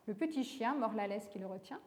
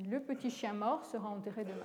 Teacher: Dans la première, il y a une frontière d'intonation juste devant mort. · Shown in: first take